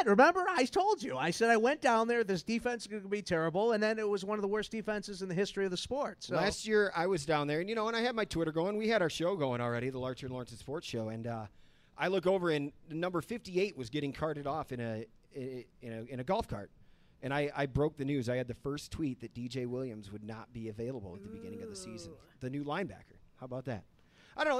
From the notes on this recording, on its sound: Live from the boat in the beer garden of Trader Todd's. Broadcast live on Blog Talk Radio.